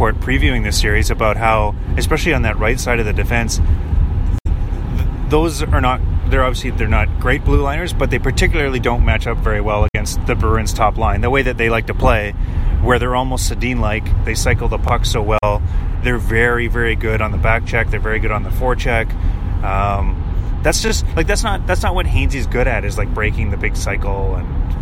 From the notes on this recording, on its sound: With all flights to Toronto grounded. Record on the road back to the T-dot in a rental Hyundai.